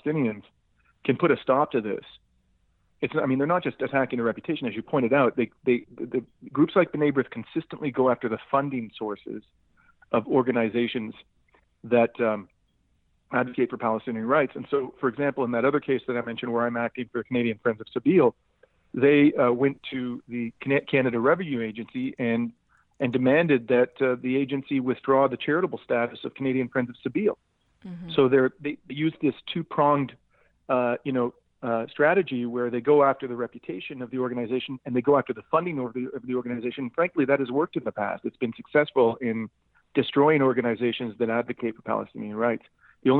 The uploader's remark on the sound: I had with me on the phone